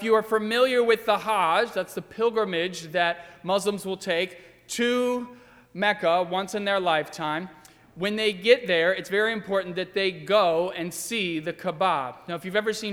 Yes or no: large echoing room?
yes